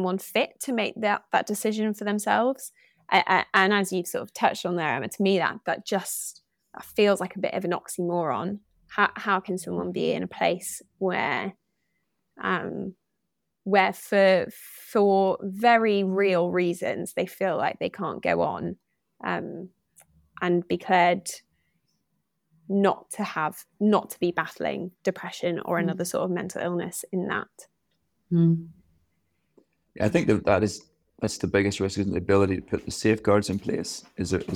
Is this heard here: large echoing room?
no